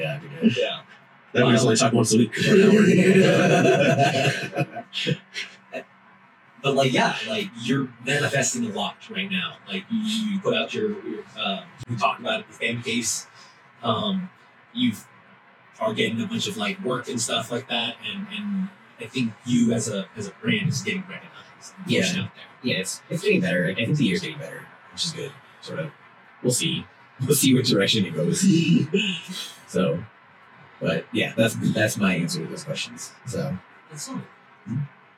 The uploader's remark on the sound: Audio is not up to snuff due to technical issues.